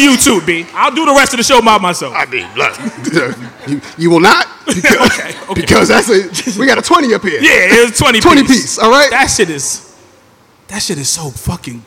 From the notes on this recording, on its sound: In front of live audience in New York City.